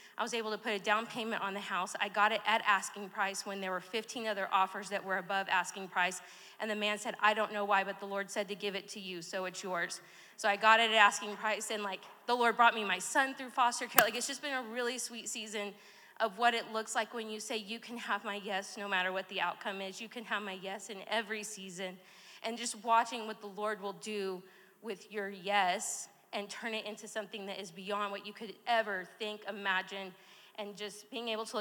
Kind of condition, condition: setting, live audience